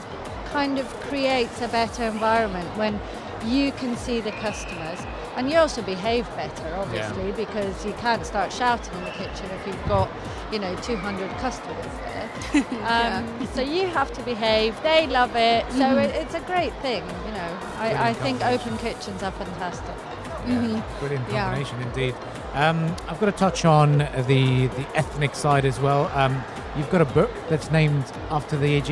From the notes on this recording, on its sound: Live at SIBF 2023.